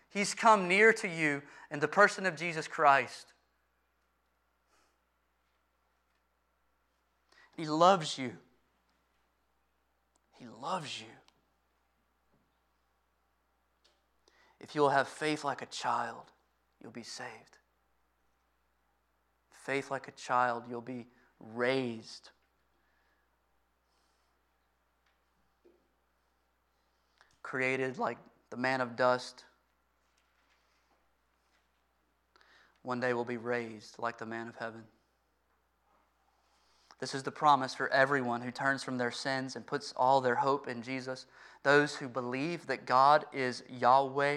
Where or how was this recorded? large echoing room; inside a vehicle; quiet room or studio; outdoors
large echoing room